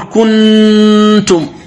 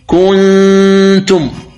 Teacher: الصواب أنك توافق الإظهار من جهة بقاء الغنة فقط، فتقول كنتم، يعني الذي يريد الإخفاء في كلمة كنتم من الكاف ينتقل إلى مخرج التاء ويخرج الغنة من الخيشوم · Shown in: second take · وهذا ما نبهت عليه في الهامش، لاحظ في الهامش في الصفحة 29 قلت وكيفية الإخفاء هو أن يجافي القارئ لسانه قليلا عن مخرج النون، يعني لا تضغط عن مخرج النون.